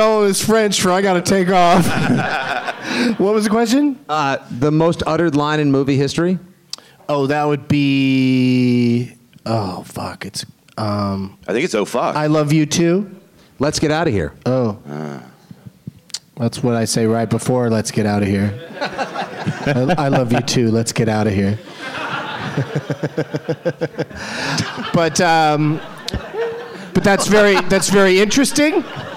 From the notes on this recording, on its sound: Live from Laugh Boston